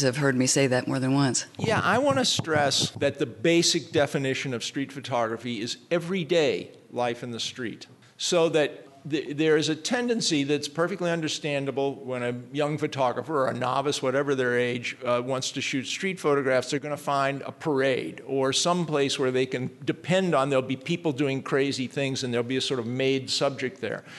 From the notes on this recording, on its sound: Held at the DNJ Gallery the panel held in front of a live audience.